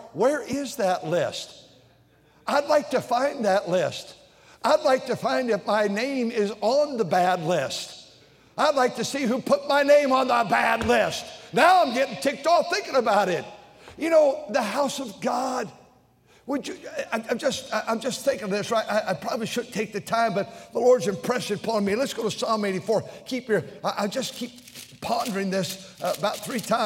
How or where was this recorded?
large echoing room